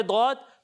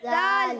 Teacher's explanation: دود کو پر پڑھتے ہیں، اور دال کو باریک باریک پڑھتے ہیں